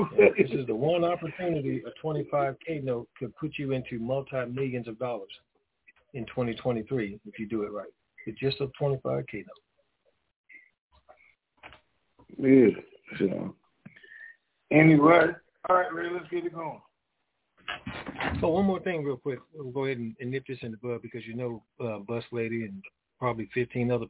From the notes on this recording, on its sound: TNTSuperfantastic Conference Call